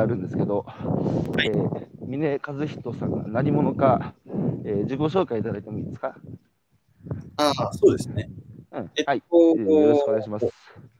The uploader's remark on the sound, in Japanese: 歩きながら1時間、対談する